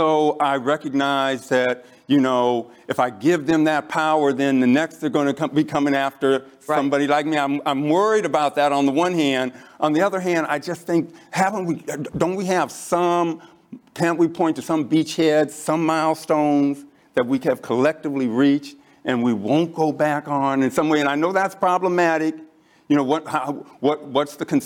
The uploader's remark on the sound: Zócalo Public Square. Live from the ASU California Center.